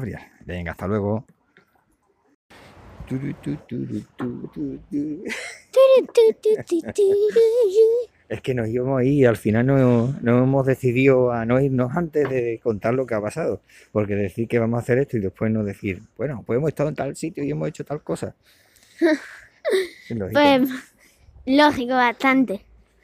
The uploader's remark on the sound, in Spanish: Hemos aprovechado que teníamos cosas que hacer para grabar desde la calle con el sonido ambiente.